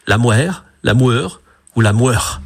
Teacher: Quant aux habitants de Cerque, ils avançaient les lèvres en avant, ils labialisaient, et ils disaient la moire, la moeur ou la moeur.